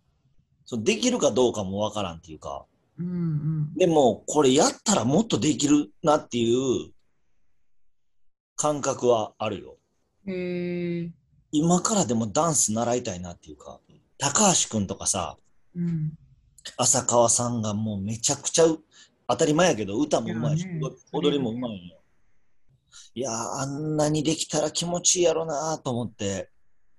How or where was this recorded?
video call